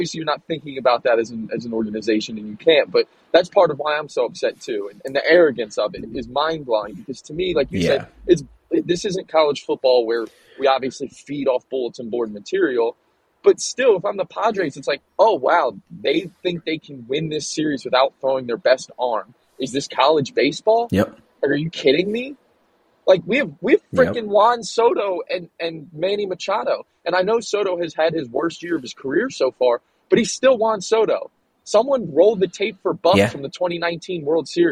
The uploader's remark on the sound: Coming live from the Honda Accord